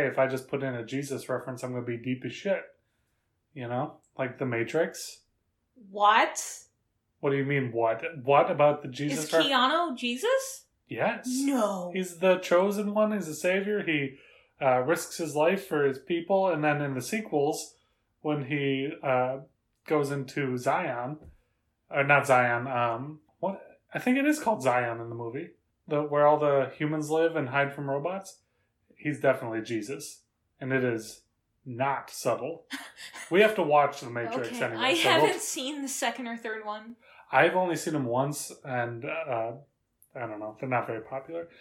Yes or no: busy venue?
no